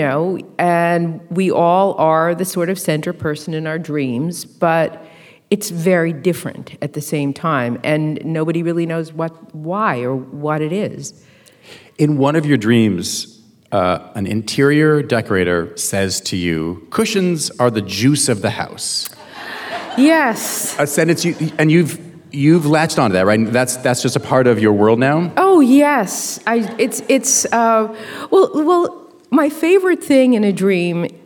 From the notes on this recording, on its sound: at the 2023 Portland Book Festival